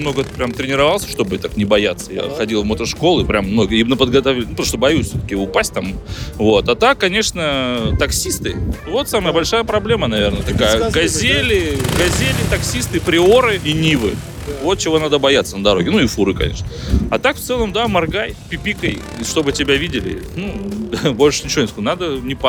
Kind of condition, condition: setting, outdoors